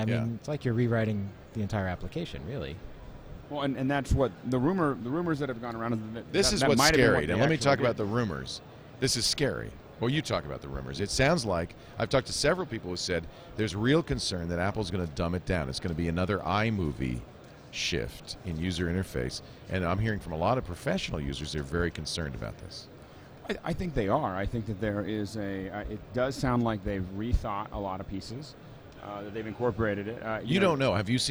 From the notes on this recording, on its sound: Live from NAB Show 2011